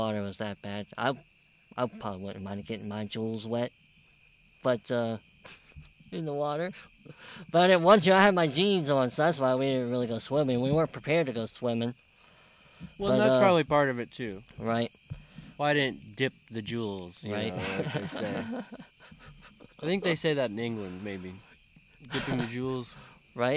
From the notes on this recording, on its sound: We’re live from the woods! The hosts thought it would be fun to record a little show on-the-go. Record a show while on a camping trip. Went on a short camping trip in the Hawking Hills area of Ohio.